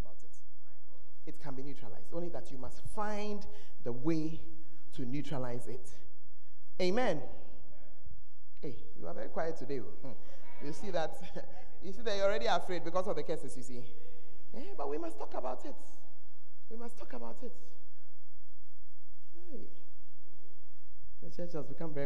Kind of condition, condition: setting, large echoing room